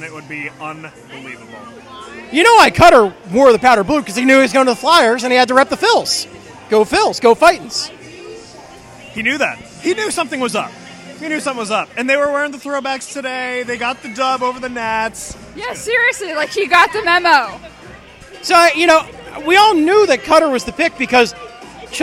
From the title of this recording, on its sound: Live(ish) from the 2022 Draft Party